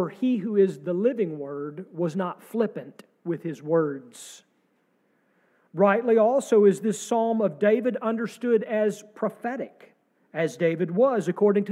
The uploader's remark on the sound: sermon from our service on April 2, 2023